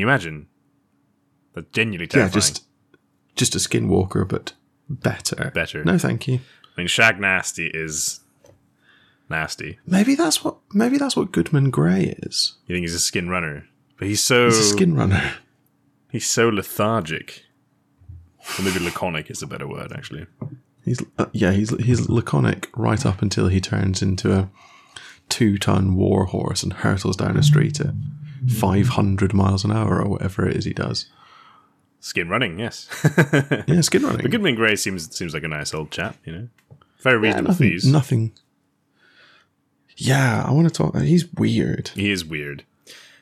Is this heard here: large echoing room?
no